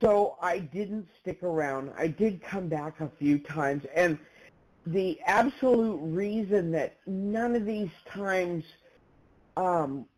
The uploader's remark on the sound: 100 Pounders Phone Meeting